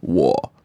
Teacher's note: Don't go down and up. No, just 我, right? Also, it's very short. · Term: third tone